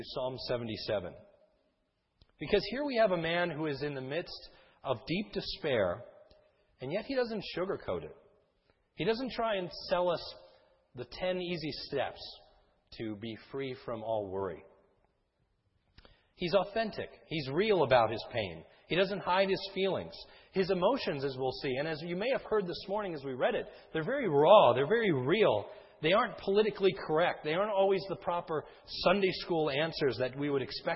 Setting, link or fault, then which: setting, large echoing room